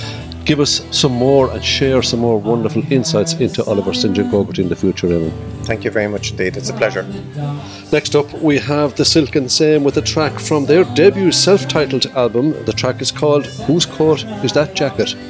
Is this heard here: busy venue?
yes